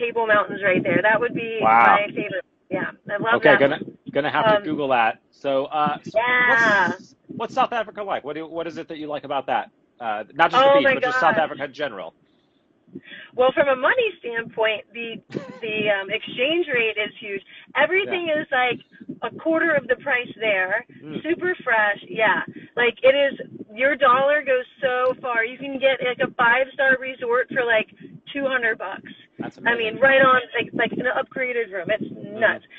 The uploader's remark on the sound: from my car!